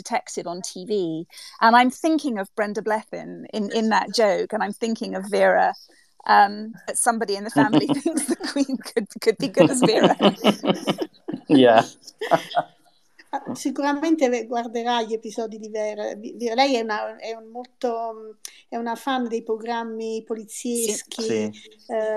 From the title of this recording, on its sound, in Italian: Live su Twitter Spaces